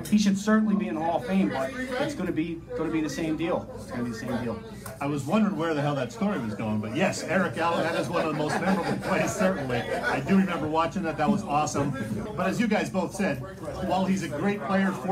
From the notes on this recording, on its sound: Thanks much to the gang at the Red Lantern for having us